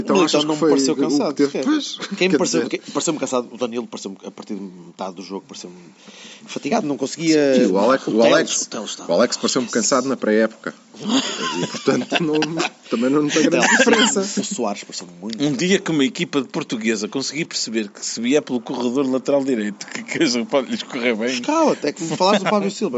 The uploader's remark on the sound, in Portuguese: Viram a vitória do FC Porto ao vivo no Marcolino de Castro. Gravado ao longo de um Domingo bem passado, com tremendo vernáculo, bom ambiente no estádio, holofotes fundidos.